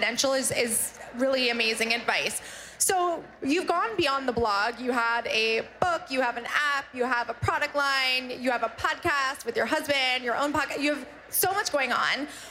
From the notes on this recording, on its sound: Live From Austin Pop-Up. On this special LIVE episode of WorkParty, we’re in Austin, Texas at our Pop-Up event.